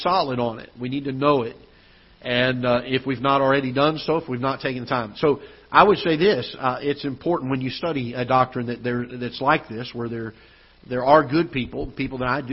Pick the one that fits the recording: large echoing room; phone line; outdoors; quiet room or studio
large echoing room